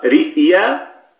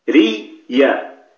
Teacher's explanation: ريا، لأن يعني أبدلت الراء مكسورة، أبدلت الهمزة حرف مد من جنس حركة ما قبلها · Shown in: second take · وهو الراء، الراء مكسور، فصارت ريا، ثم أدغمت هذه الياء في الياء التي بعدها فصار النطق بياء مشددة، ريا ريا.